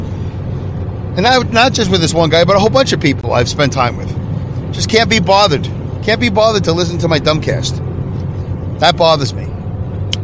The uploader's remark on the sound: I record my show from my car as I drive to and from work